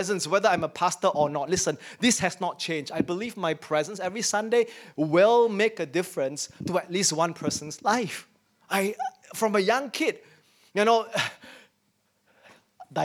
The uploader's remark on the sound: In our first service back at church. As we start returning to in-person services as a church family.